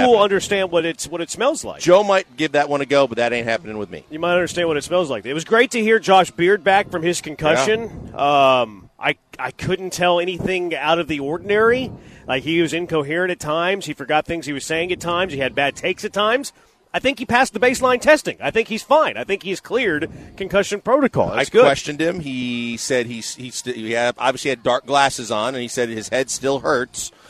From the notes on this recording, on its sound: LIVE from The Decoy!